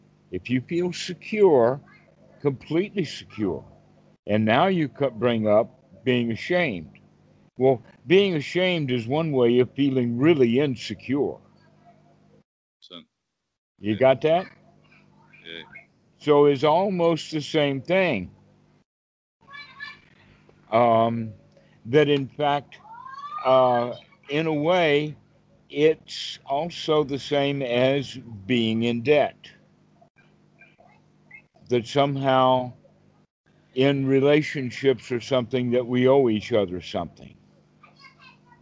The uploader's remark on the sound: skype calls